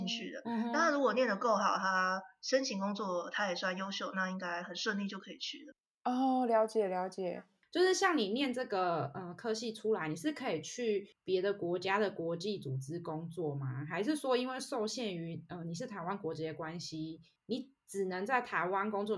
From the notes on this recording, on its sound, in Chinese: 本集音質較差